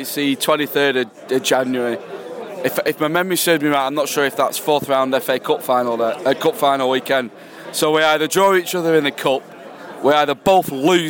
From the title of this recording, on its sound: post match podcast from the pub